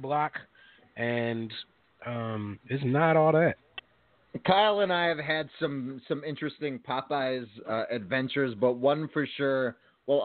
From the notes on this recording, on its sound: Calls in for a live interview.